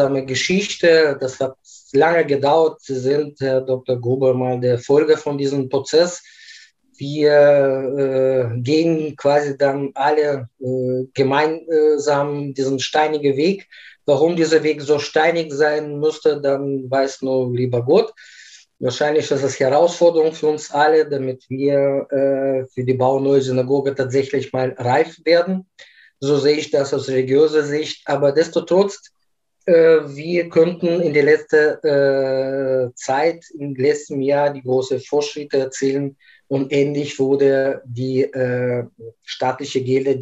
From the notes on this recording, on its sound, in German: Aufgrund der nach wie vor anhaltenden Corona-Pandemie haben wir das Gespräch als Videokonferenz aufgenommen.